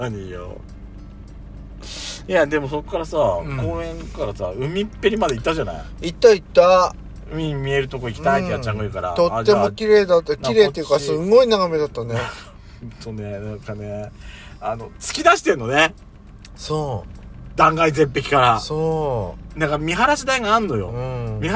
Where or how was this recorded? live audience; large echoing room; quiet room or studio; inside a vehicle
inside a vehicle